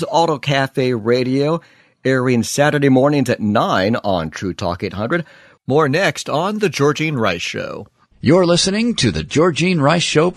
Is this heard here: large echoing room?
no